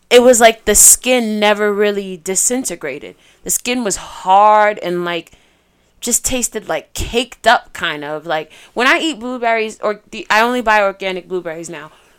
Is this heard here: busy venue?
no